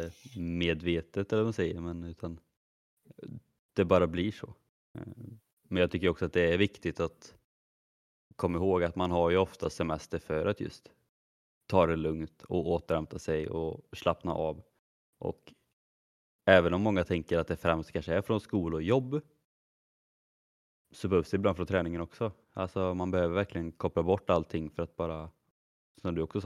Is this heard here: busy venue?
no